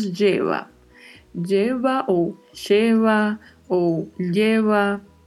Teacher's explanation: O E, que é fechado, como já comentamos, e o V com um leve som de B. Então falamos Jeva.